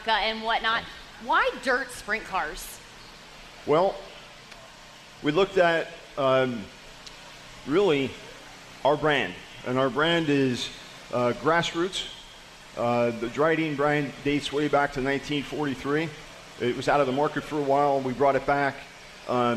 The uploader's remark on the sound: Live from the camper appreciation event at The World Finals.